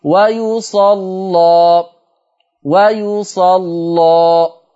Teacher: ده انت فتحت الالف فلازم تغلظ اللام